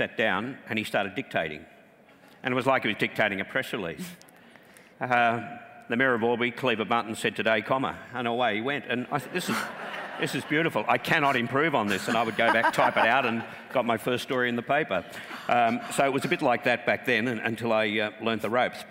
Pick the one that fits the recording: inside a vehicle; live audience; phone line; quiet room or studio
live audience